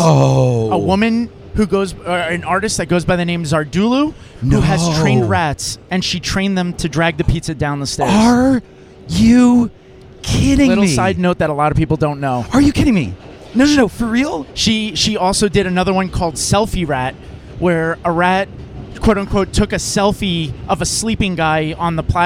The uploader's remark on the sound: LIVE FROM THE 7 TRAIN! It's all taped on the actual 7 Train!